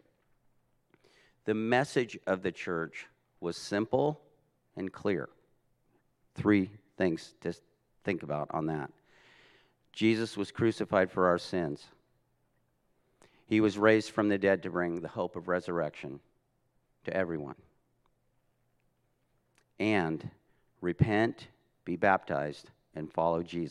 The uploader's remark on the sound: This message was recorded at a Sunday service on May 1, 2022